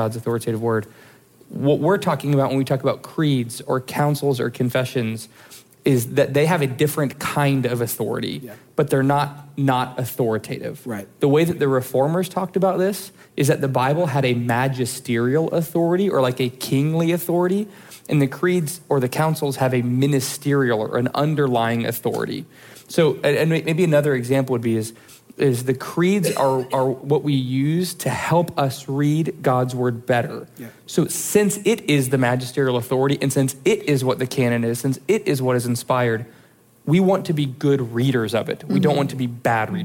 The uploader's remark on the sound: live from the Proclaim Truth Conference